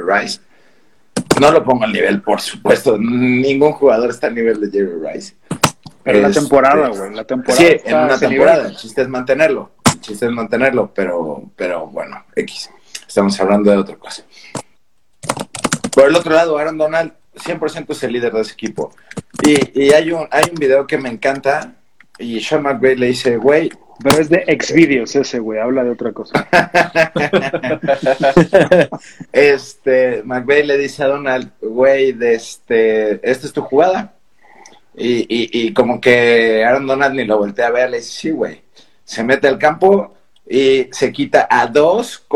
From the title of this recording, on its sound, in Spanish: Live en Instagram el 15 de febrero de 2022